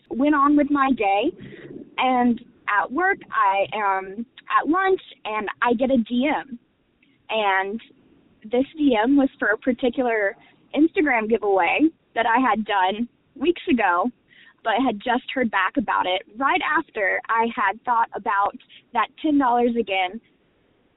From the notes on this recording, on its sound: called into the podcast hotline